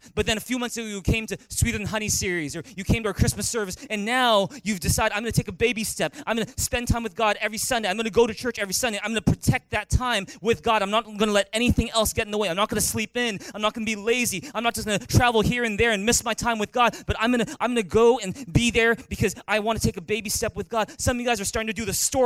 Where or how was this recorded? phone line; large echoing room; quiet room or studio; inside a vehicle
large echoing room